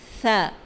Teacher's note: सनाया उलिया, सामने के दो दांत ऊपर वाले, उनका सिरा जो है वो यूज़ होगा, और ज़ुबान की नोक। ठीक है, ज़ुबान की नोक सनाया उलिया के सिरे से लगेगी। सा, अगर आप शीशे में देखें, आईने में देखें, तो उसमें आपको लगेगा ज़ुबान आपकी बाहर आ रही है, ऐसे ज़ुबान साथ लगेगी।